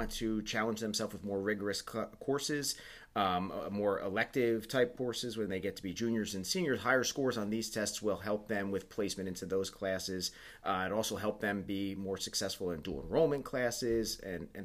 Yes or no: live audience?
no